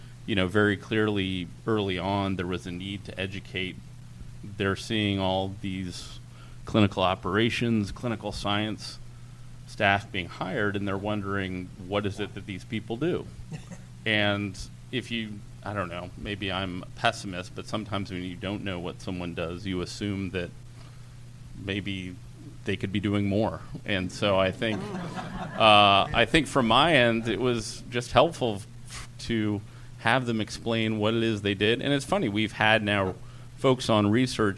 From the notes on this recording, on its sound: recorded at the 7th annual Chief Medical Officer Summit